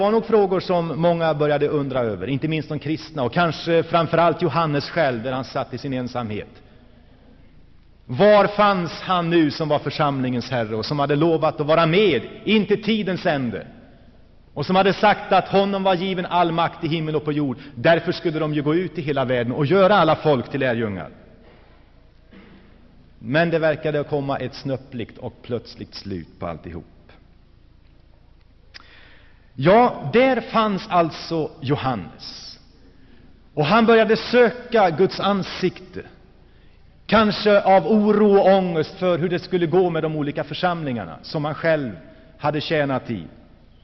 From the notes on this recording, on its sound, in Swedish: Inspelad i Saronkyrkan, G&#154;teborg 1984-09.